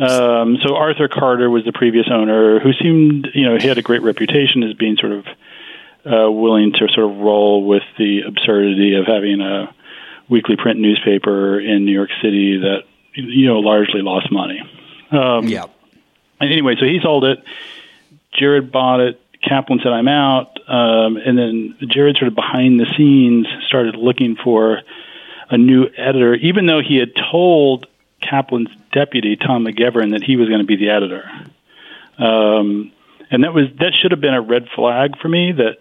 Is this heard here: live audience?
no